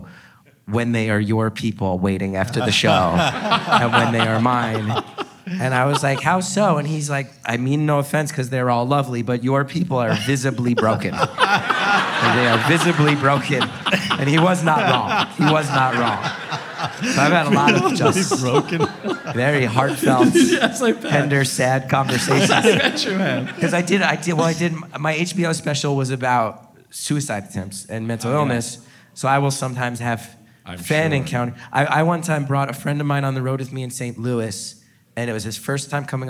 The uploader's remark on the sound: Answer the weirdly awesome questions from our live audience at Sketchfest 2024.